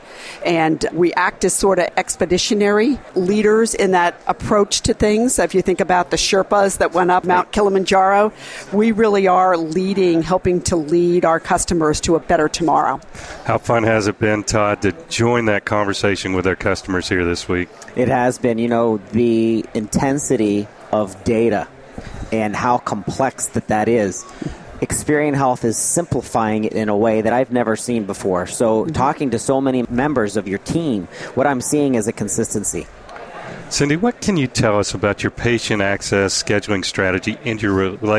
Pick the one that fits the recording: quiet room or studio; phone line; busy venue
busy venue